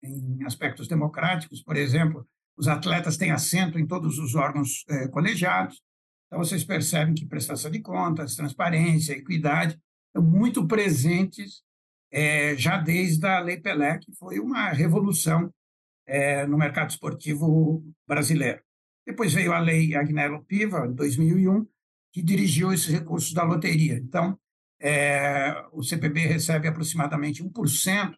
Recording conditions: video call